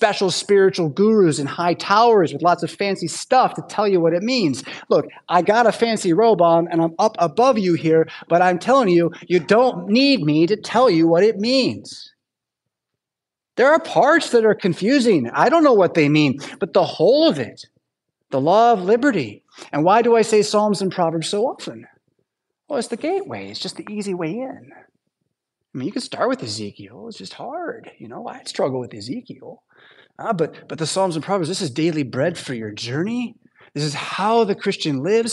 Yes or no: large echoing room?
yes